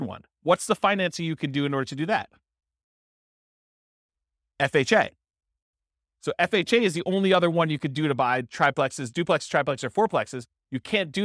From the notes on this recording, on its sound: This was a live class recorded